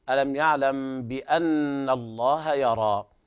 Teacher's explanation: النون تغن بمقدار حركتين، حرف أغن مشدد كما قال صاحب التحفة رحمه الله تعالى: وغن ميما ثم نونا شددا، وسمي كلا حرف غنة بدا.